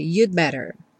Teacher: Preste atenção que esse you'd better muitas vezes é tão reduzido que vem you'd better, você não escuta realmente o D, porque depois vem um B e a pessoa vai ter que fechar o lábio. Então, no que você encosta a língua no céu da boca para fazer o D do you'd, você já fecha o lábio também para fazer o better, e aí acaba que esse D não fica muito aparente, you'd better.